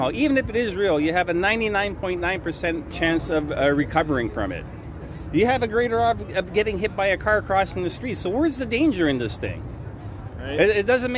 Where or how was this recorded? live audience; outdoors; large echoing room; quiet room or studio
outdoors